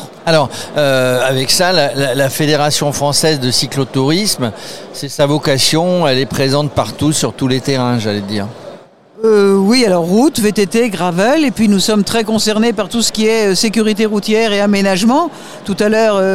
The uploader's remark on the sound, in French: En direct du Salon des Maires.